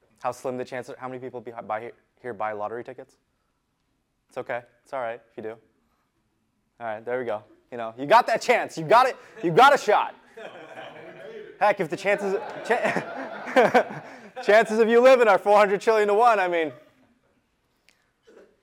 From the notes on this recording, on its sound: Today’s episode is an excerpt from a workshop I delivered at our recent Untap Your Sales Potential mastermind in Austin Texas.